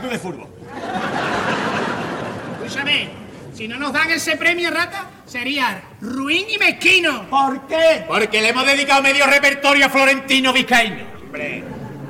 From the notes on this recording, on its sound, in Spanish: En directo desde el Gran Teatro Falla de Cádiz, escucha la retransmisión del Concurso Oficial de Agrupaciones Carnavalescas del Carnaval de Cádiz 2024 en Onda Cero. En las semifinales del COAC 2024.